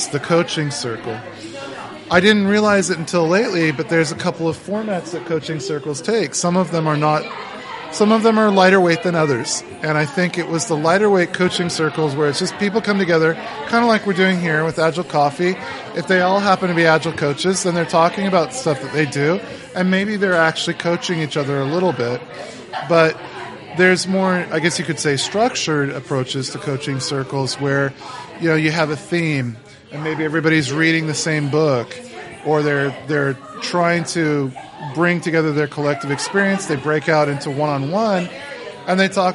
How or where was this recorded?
busy venue